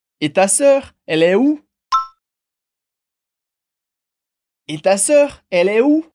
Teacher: preste atenção na entonação, porque ela sobe, assim como em português